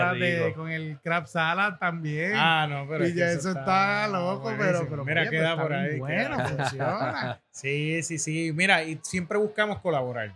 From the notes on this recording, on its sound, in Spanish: Grabamos este episodio especial desde el Taste Food Fest